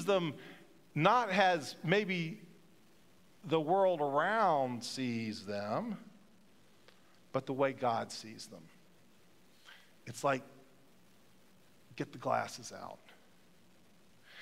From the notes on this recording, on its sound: Pender UMC Contemporary Worship Sunday January 29, 2023 at 11:15 am